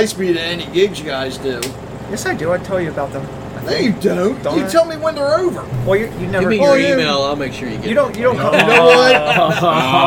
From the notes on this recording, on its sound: spoke with different Artists at the first Joppatowne Arts Festival - Part 2